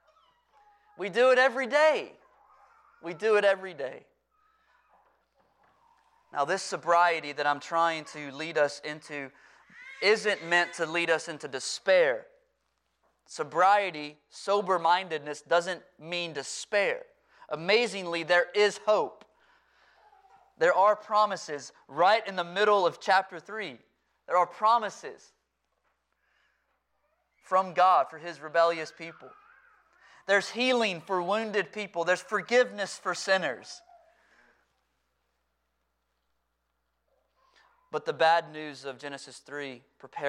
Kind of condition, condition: setting, large echoing room